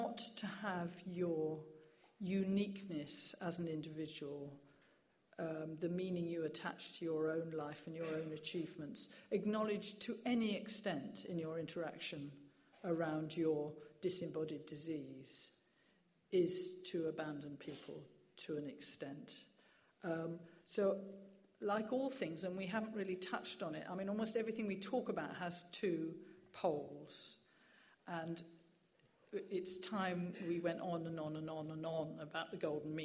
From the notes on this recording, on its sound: Questions from the audience